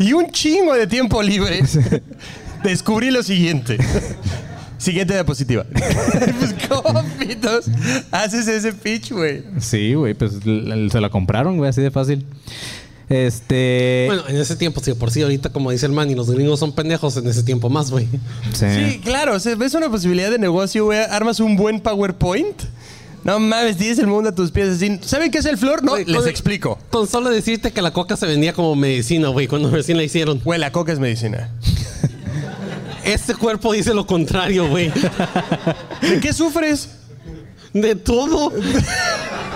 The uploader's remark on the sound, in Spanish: En Vivo Monterrey. Show en vivo desde el Escocés Pub en Monterrey.